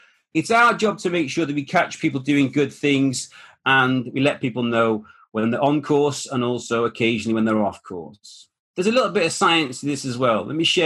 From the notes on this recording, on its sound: the webinar that this podcast has been sourced